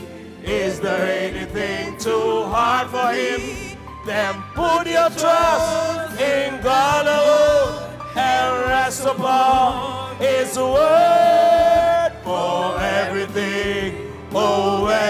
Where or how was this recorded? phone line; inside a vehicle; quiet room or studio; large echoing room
large echoing room